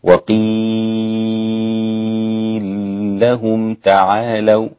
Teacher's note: أيضا أدغم السوسي وقيل لهم اللام في اللام